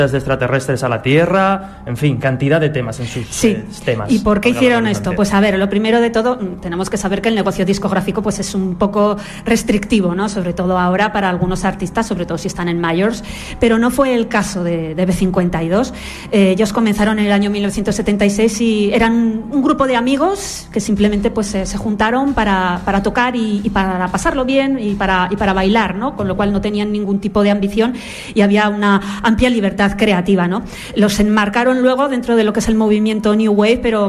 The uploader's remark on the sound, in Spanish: realizado ante público en Pinseque (Zaragoza) el pasado 24 de noviembre